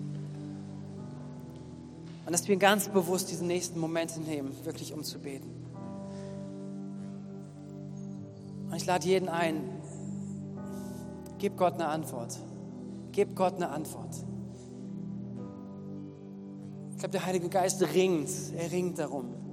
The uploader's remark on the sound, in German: Gottesdienst am 18.07.2021